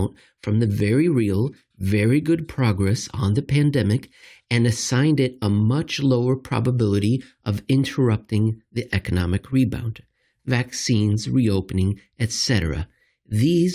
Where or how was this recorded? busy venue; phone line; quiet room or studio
quiet room or studio